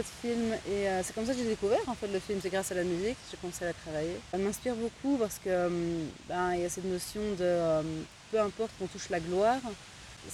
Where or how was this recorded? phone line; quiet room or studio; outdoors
outdoors